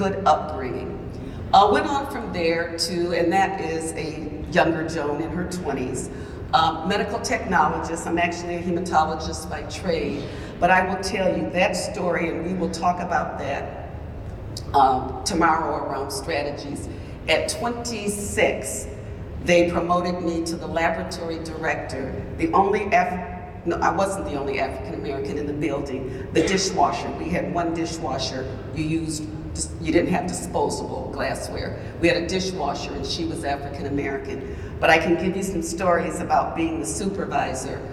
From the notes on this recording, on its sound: In this keynote presentation from the WELS National Conference on Lutheran Leadership. Audio from Vimeo.